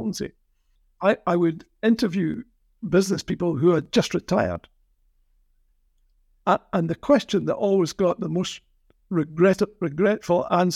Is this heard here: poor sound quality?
no